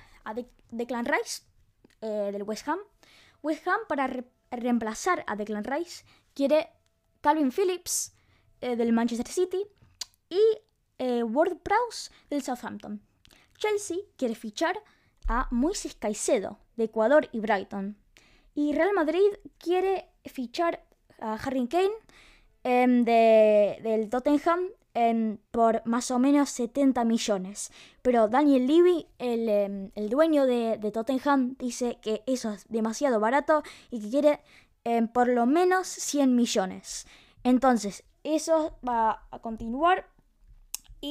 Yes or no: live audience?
no